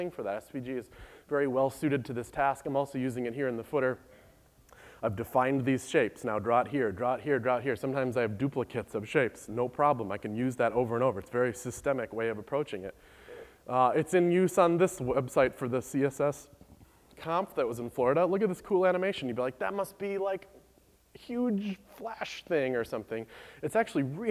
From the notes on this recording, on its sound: Recorded by the Treehouse gang at BlendConf. Rather than a typical screencast, this is a video taken of my talk SVG is for Everybody recorded by the Treehouse gang at BlendConf .